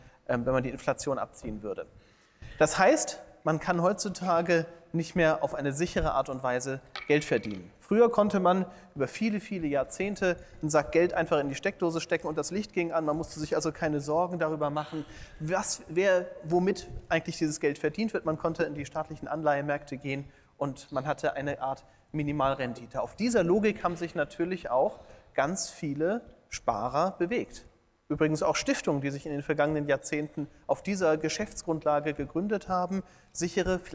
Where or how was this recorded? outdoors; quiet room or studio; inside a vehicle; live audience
live audience